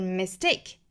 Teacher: 这个 mistake 这个单词重读是在第二个音节